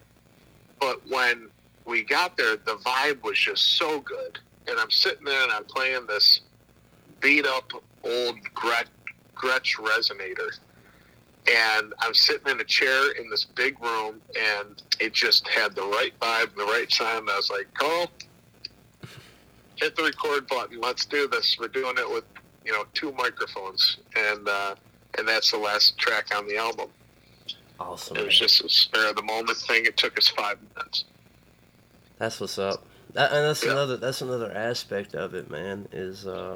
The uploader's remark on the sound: burns the phone lines up to Buffalo, NY